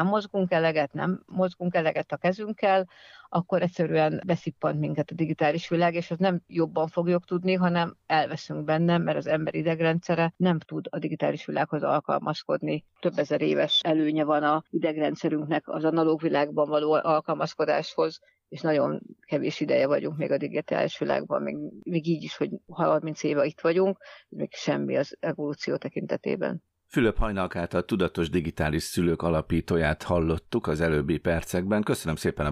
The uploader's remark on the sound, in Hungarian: PosztmodeM a Pátria Rádióban. Megszólal telefonon.